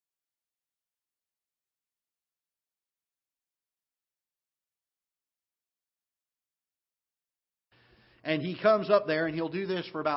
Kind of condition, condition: setting, large echoing room